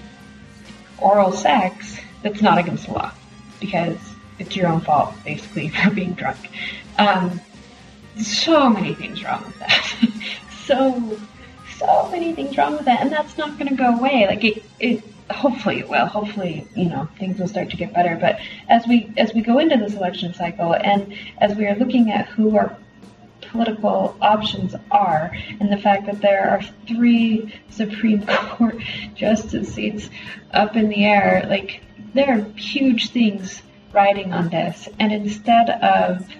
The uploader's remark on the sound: the poor sound quality this week.